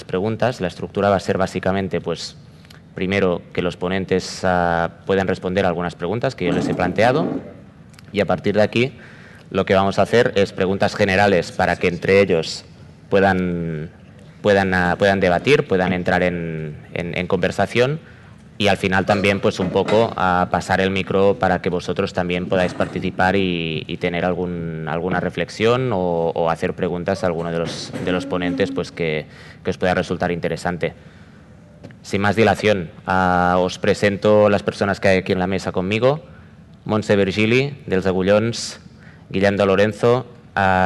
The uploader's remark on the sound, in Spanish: Mesa Redonda del Barcelona Beer Festival 2022. Celebrada en el marco del Barcelona Beer Festival 2022, el 16 de octubre, en La Farga de l'Hospitalet.